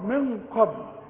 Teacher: الغنة تخين علشان القاف